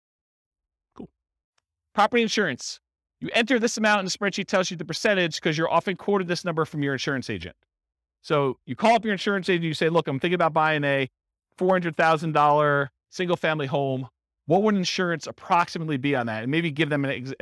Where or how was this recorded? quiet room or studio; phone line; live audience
live audience